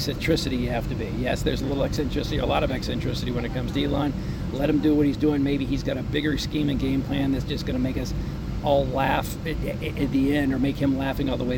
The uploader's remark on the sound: Live From Seoul Korea At Samsung Unpacked 2023